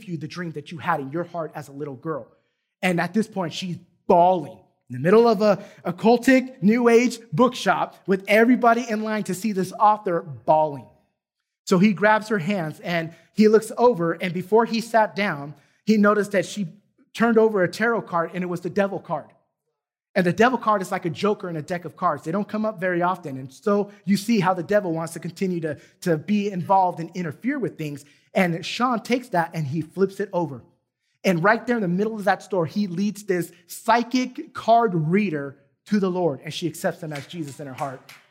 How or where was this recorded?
large echoing room